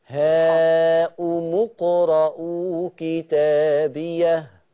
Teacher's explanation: ما تضميش الميم قوي وتجيبي واو